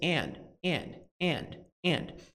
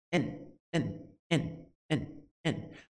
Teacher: nativos, ao invés de and, eles pronunciam muitas vezes, quando eles estão conectando ali duas ideias, eles simplesmente dizem n